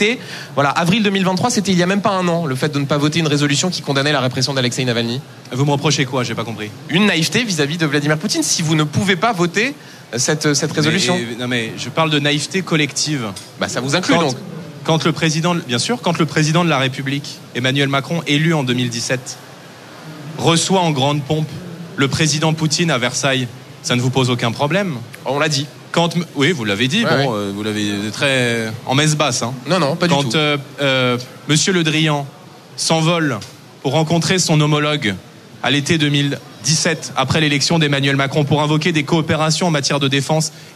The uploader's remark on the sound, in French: En direct et en public.